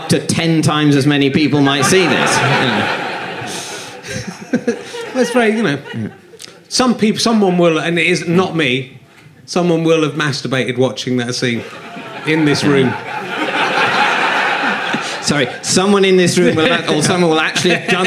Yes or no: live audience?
yes